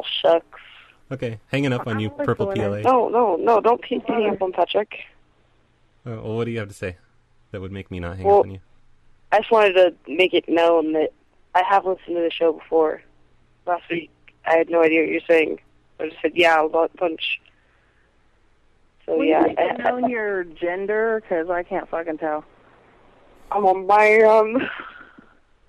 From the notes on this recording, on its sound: Prank Phone Calls